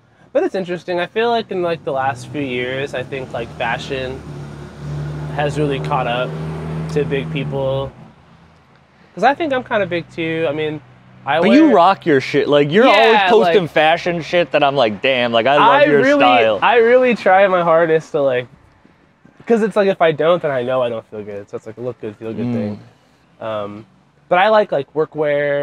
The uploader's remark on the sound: Recorded on the street in Somerville.